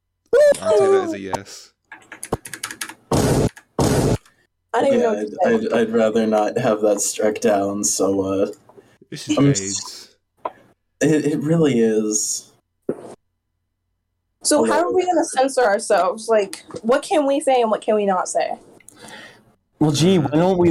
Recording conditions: poor sound quality